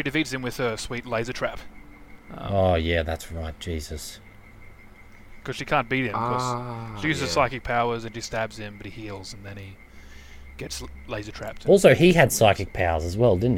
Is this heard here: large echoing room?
no